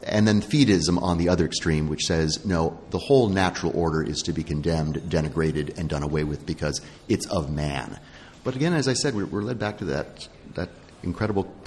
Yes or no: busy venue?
yes